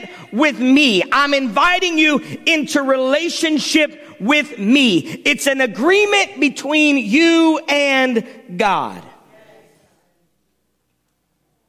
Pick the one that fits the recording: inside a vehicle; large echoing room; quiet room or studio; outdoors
large echoing room